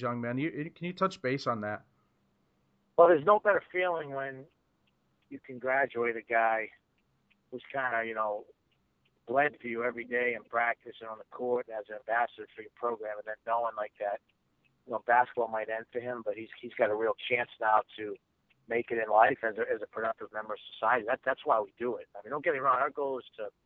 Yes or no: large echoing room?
no